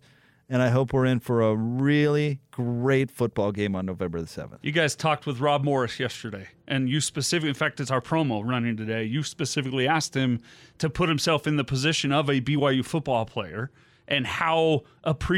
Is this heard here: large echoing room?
no